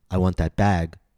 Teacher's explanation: If you're trying to say, I want that bag, B-A-G, you want to make the vowel longer. · Term: long vowel